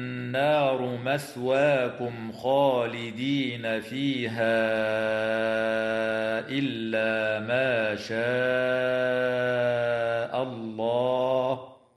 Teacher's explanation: النون المشددة في كلمة النار حكمها الغنة بمقدار حركتين